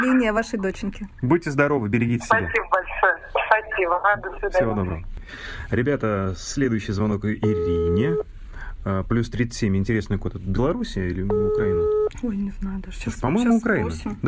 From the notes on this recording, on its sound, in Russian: общаясь с ними по телефону